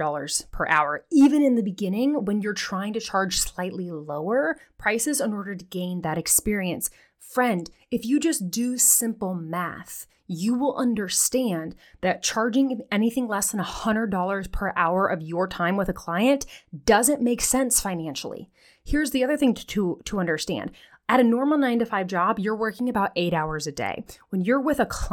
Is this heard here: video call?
no